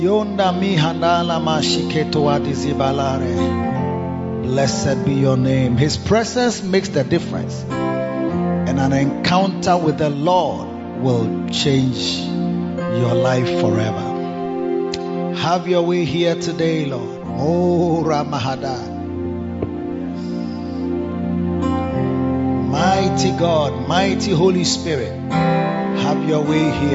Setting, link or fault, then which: setting, large echoing room